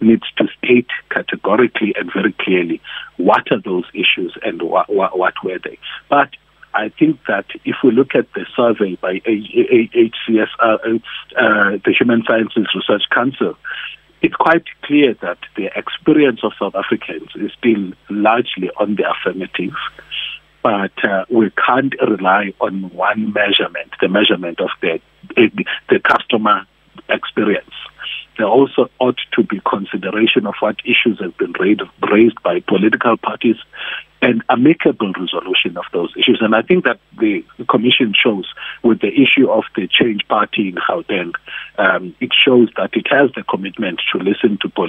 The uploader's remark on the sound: He spoke to us via telephone